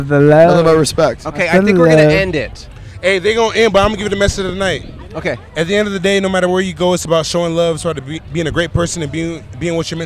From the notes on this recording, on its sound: Nightlife in Austin. Recorded 4/21/2023 on E 6th street in Austin, TX.